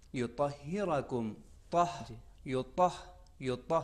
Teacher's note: یہ طا کی آواز جو اتنی موٹی ہو جاتی ہے، یہ اس صفت استعلاء کے اثرات میں سے ہیں